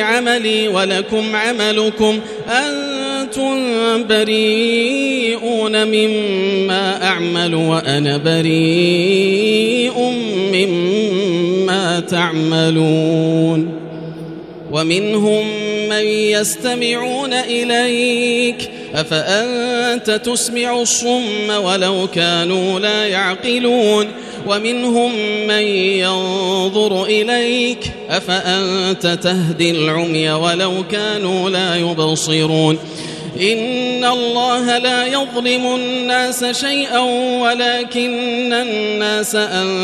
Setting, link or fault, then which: setting, large echoing room